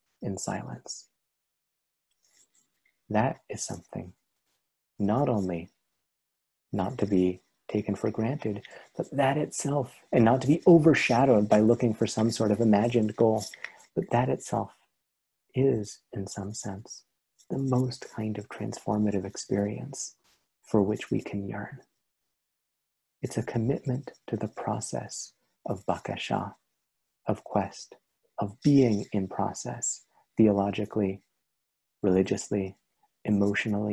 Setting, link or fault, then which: link, video call